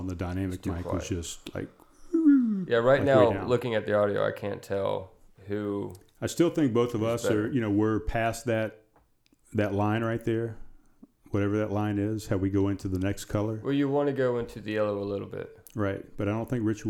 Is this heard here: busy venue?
no